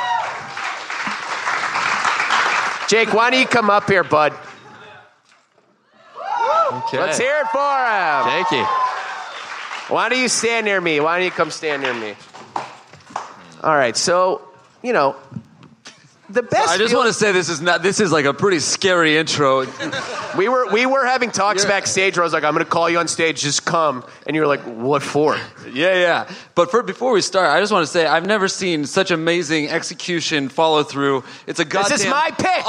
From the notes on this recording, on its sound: Live at SXSW. Live from Austin Texas.